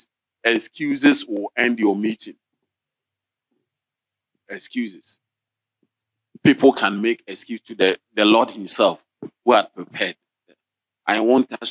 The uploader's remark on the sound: Sermon delivered on Tuesday, June 13, 2023, at LCI Mega-Church in Cape Town, South Africa.